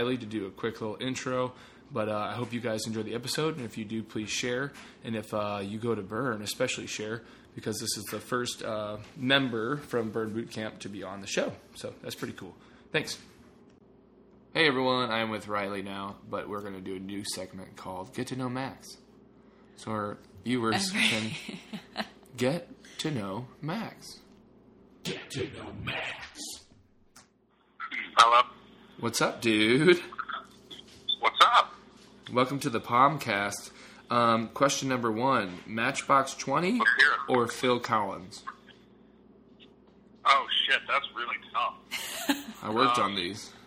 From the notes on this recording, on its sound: via phone